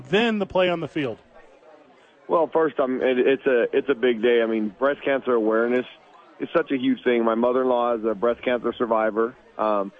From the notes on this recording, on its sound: live at Sadies